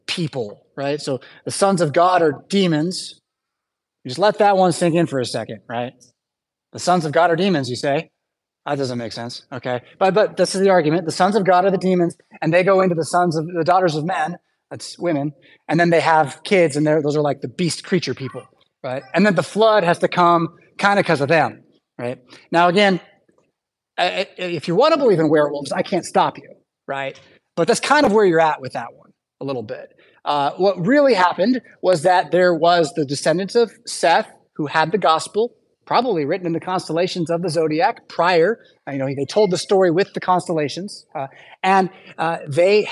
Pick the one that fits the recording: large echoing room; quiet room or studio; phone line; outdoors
large echoing room